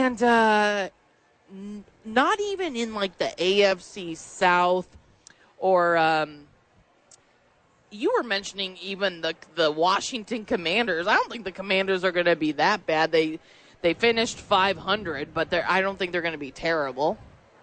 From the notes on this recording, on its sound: live from Isotopes park.